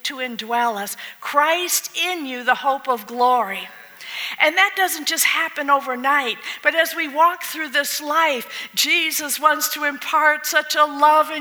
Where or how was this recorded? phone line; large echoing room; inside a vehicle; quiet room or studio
large echoing room